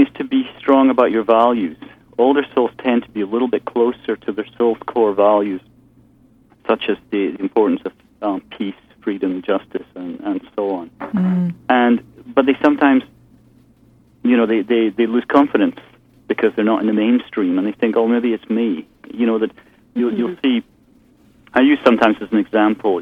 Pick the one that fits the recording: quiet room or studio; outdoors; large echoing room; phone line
phone line